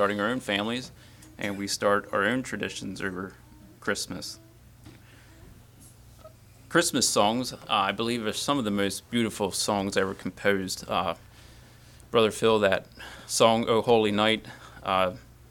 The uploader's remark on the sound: Message preached at Word of Hope on Sunday, December 3, 2023